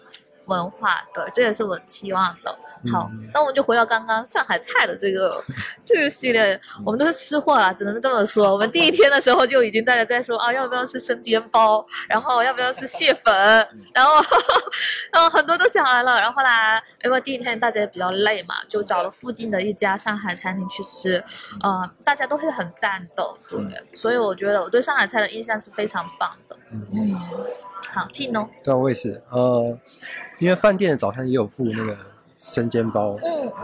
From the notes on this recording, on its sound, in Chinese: Google I/O Connect 现场特别篇。于上海参加 Google I/O Connect 大会及 Community Mixer 活动时录制的特别节目。于 Google 在上海浦东预订的酒店大堂临时录制了本期特别节目。